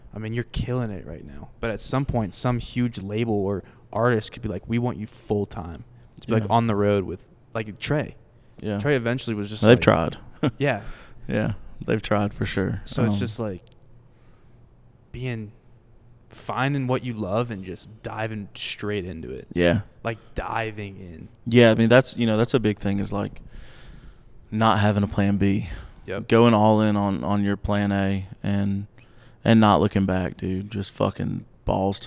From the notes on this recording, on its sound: we are live from the legendary Grizzly Rose in Denver, CO